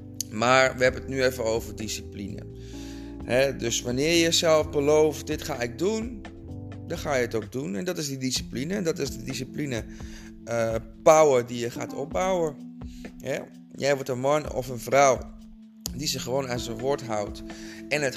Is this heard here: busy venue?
no